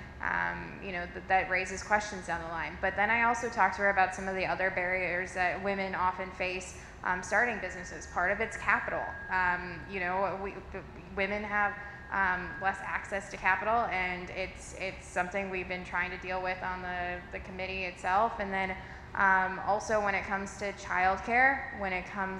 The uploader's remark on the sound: The very first live episode of Broadband Conversations. Sat down with a live audience.